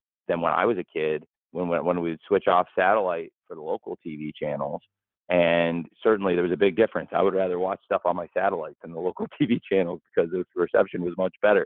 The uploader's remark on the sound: AEW All Out Media Conference Call